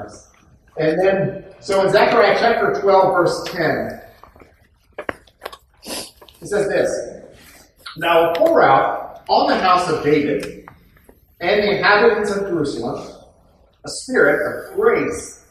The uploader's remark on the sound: poor audio quality